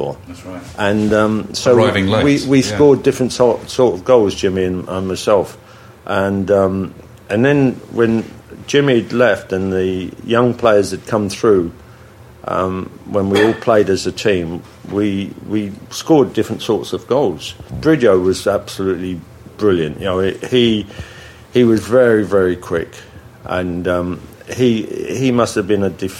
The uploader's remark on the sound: Coming live from the Millennium Hotel